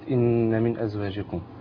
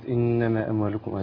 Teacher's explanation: حرف الغنه المشدد، سواء كان كلمه ان من ازواجكم الغنه هنا مقدار حركتين طبعا